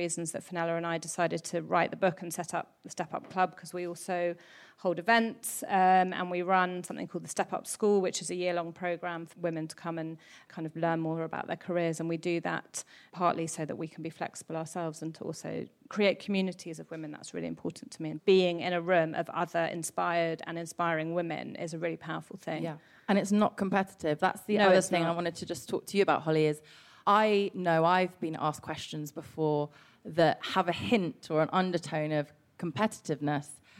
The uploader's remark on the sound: Recorded live at Penguin’s pop-up book shop in East London.